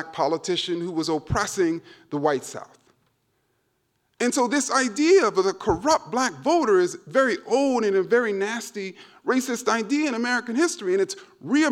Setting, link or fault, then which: setting, live audience